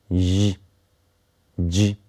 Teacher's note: spółgłoski ś i ć są bezdźwięczne, natomiast ź i dzi są dźwięczne. O czym możecie przekonać się, wymawiając te głoski i dotykając dłonią krtani.